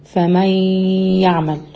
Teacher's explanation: لما باجي أنطق كلمة من يعمل في سورة الزلزلة، فبقولها ايه؟ فمي يعمل، دخلت النون الساكنة في الياء، تمام، لكن احتفظت بحاجة بسيطة من صفتها اللي هي الغنة